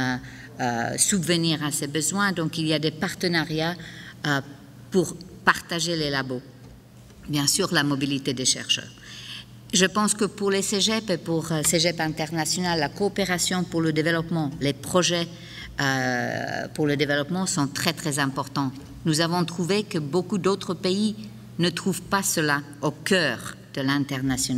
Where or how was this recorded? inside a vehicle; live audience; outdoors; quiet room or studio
live audience